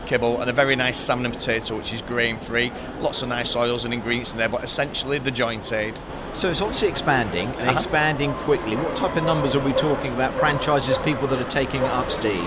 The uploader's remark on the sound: talks on Day 2 of Crufts 2018